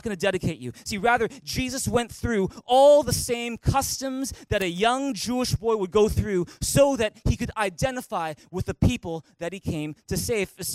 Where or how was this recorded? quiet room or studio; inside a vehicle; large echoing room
large echoing room